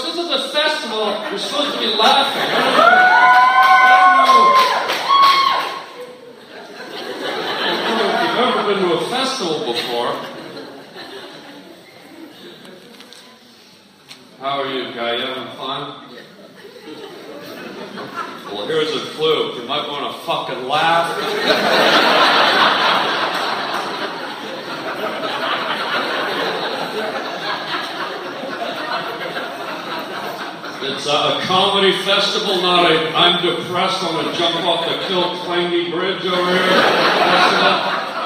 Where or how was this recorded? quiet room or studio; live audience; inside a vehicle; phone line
live audience